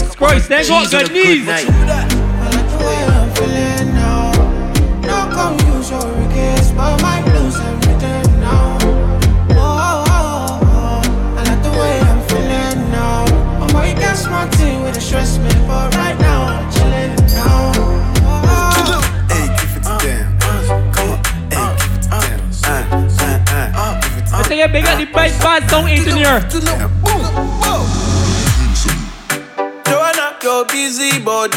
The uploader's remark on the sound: LIVE AUDIO. Live set from Baddie Szn July edition.